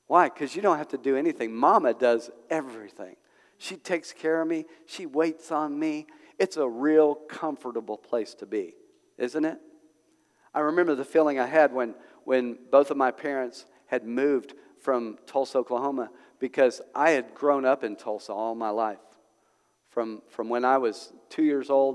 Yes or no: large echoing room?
yes